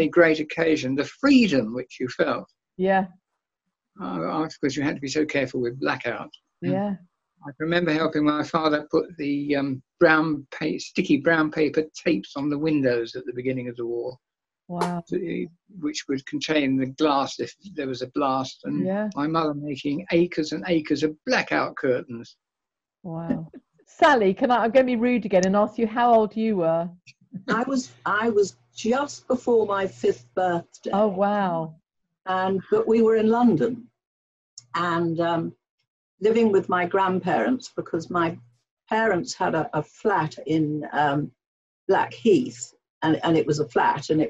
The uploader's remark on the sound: a virtual tea party over Zoom